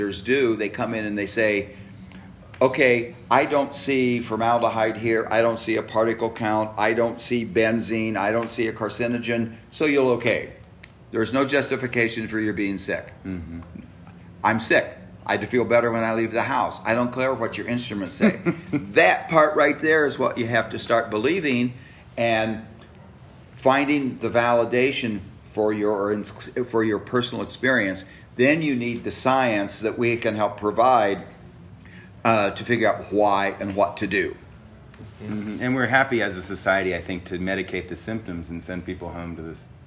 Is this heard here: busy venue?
yes